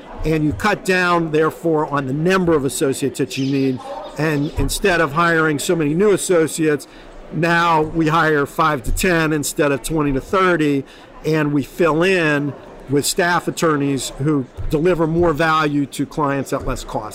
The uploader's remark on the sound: Live at ARMA InfoCon